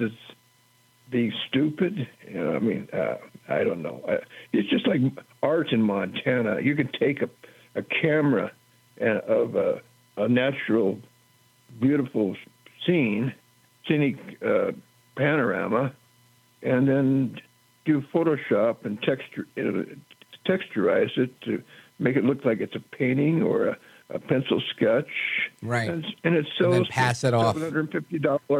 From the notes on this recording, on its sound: your calls in open phones across America